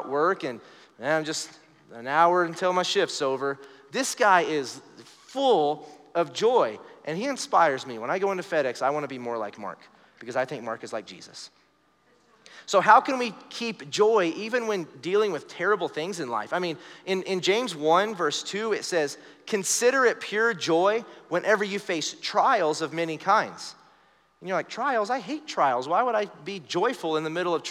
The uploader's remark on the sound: Recorded live during our Wednesday night service